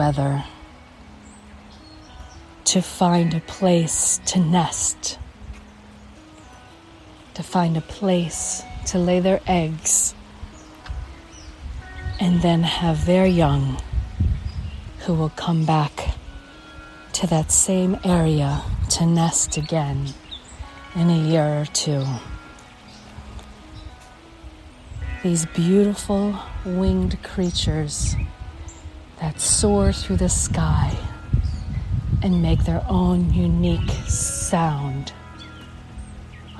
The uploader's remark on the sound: One Minute Calm: Walk and Talk.